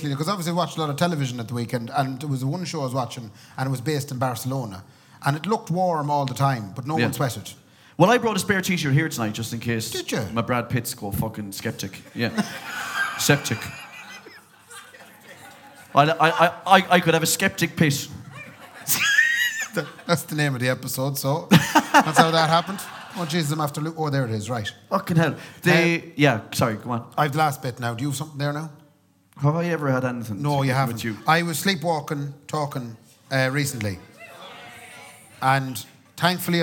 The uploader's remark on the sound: Live Show. Live at Anderson’s.